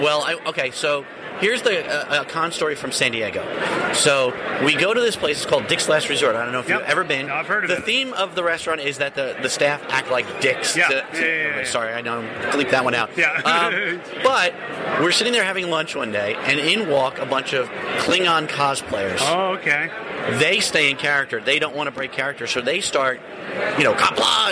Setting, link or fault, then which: setting, busy venue